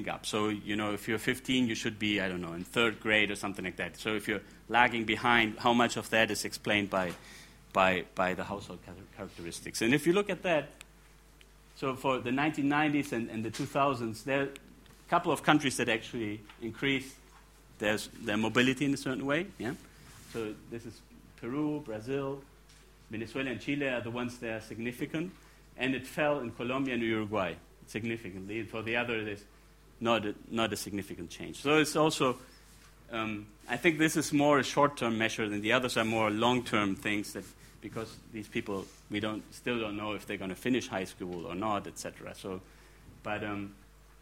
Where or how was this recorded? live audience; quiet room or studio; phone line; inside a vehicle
live audience